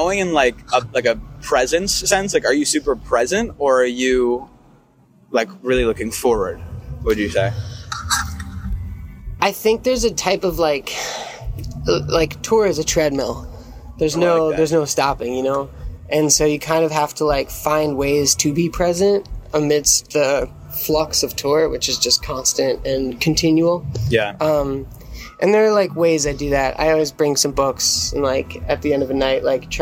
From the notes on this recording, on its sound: We’re live from In Between Days Music Festival. Recorded outside his green room at In Between Days.